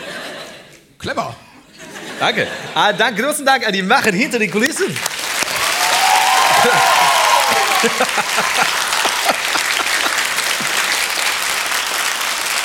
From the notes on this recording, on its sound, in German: Der erste Stop der großen Brainpain-Tour! Live aus Berlin vor rappelvollem Saal.